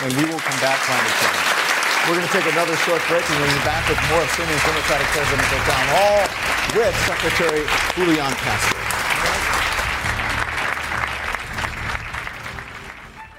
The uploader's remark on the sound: answers questions during a live town hall